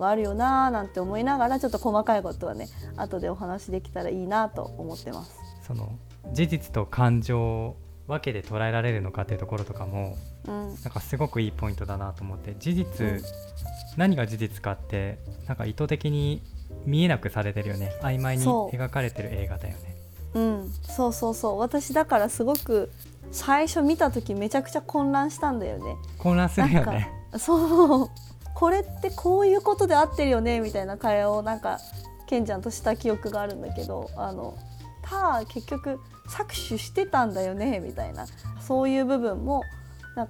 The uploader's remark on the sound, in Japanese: 収録時のミスで衣擦れ音が入っております。